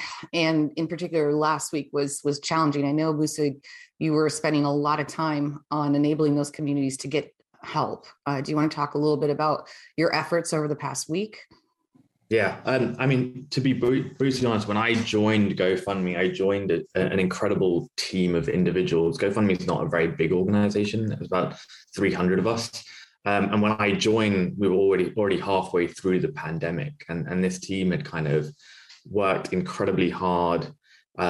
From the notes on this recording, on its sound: Every episode is recorded from MTM’s Live Visionaries Webinar. "Visionaries" originally airs live from zoom every Tuesday at 9 AM PT and is brought to you in partnership with The Wall Street Journal.